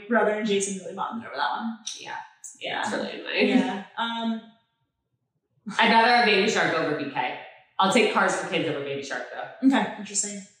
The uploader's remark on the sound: We lost the mic audio